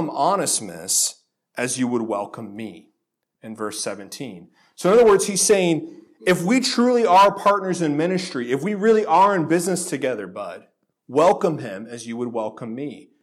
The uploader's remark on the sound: This sermon was originally delivered at Faith Reformed Church in Lynden, WA on October 7, 2018.